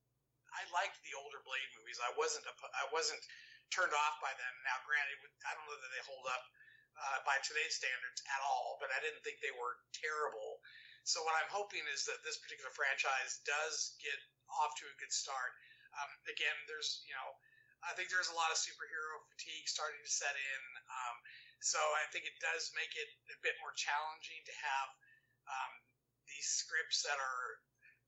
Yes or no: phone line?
yes